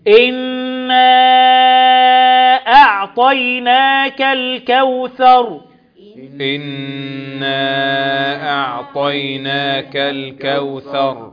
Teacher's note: مد منفصل جائز، أربع أو خمس حركات